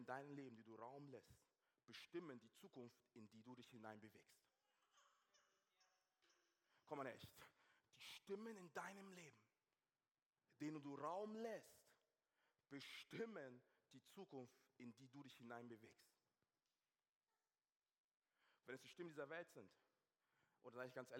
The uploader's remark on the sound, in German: aus unserem Gottesdienst